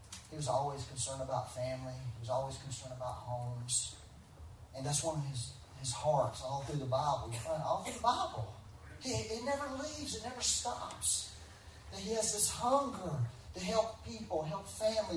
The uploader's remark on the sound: Please excuse the poor quality. We had some technical difficulties recording this Sunday.